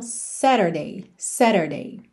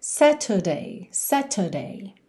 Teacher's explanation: Aí aqui, como a gente tem um pezinho no meio da palavra, se você optar por uma pronúncia mais americana, você vai fazer o urarara nesse T · Shown in: first take · e vai ter então Saturday, Saturday.